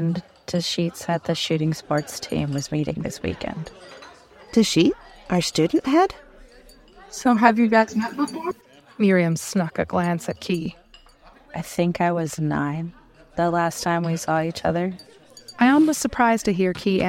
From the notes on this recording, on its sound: Cafeteria ambiance from Ambient Sound Mixer .